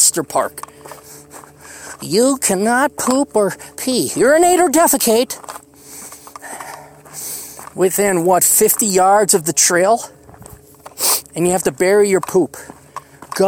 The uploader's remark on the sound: hikes down a Black Mountain